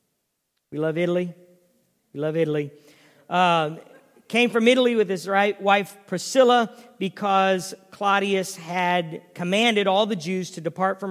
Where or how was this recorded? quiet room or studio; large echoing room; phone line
large echoing room